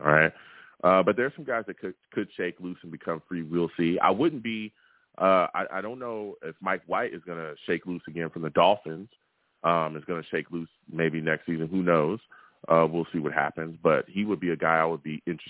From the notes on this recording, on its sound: I take live callers!